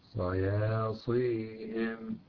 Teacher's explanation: كذلك يجب إعطاء الصاد صفة التفخيم اللازمة كما تعلمون والإطباق، فلا بد من الاستعلاء والإطباق وإعطائها صفة الصفير وعدم خلط صوتها بصوت السين. مثلا تجد بعضهم يقول صياصيهم، يقول سياصيهم، هذا خطأ، ليس صياصين لكن صياصيهم.